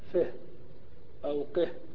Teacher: فإذا وقفت على هذا الفعل وجب أن تأتي بهاء السكت فتقول فه أو قه